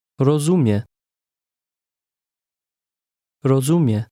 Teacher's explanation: Did you hear how the speaker stressed the middle of that word?